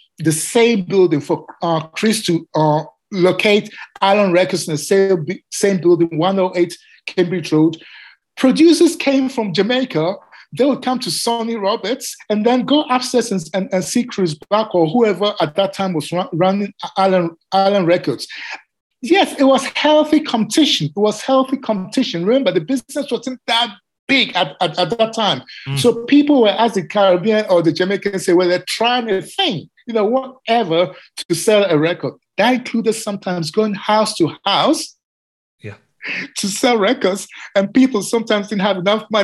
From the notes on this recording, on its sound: Like all these conversations, this was recorded over zoom, and we had some sound quality issues.